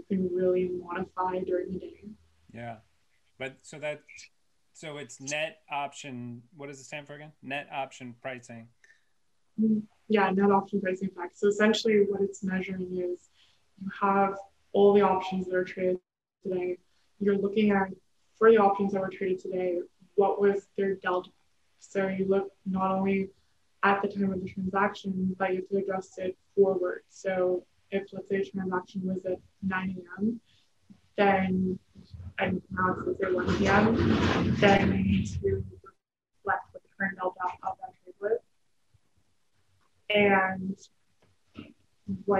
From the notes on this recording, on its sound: We apologize for potential audio issues with this episode